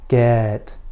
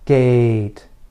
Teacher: Your lips should be slightly farther apart for the E sound, and your tongue should be slightly higher for the A sound. You can think of E as a relaxed vowel, and A as a little more tense.